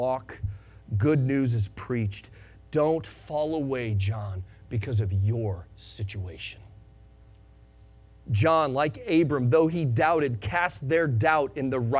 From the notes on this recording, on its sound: Sunday Morning Sermon Audio